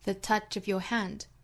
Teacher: The touch of your hand 里面的 touch 和 hand 这两个词做重读，那前面和中间的虚词都是做弱读的，读成 the, of 和 y.